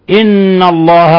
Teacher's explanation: نون مشددة، حكم التجويد إضغام حرف غنة مشدد، يغن مقدار حركتين